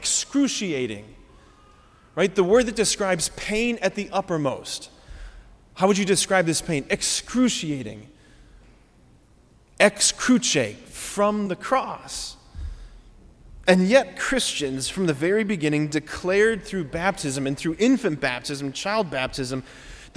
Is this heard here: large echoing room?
yes